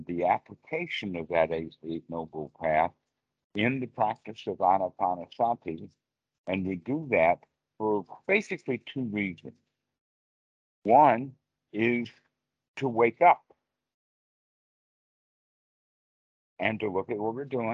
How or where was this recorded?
video call